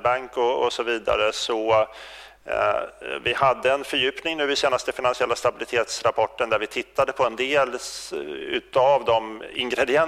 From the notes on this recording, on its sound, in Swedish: Presenterar Svensk Försäkring den årliga rapporten Omvärldstrender vid ett seminarium på Finlandshuset i Stockholm. Det här är en ljudupptagning av det seminariet.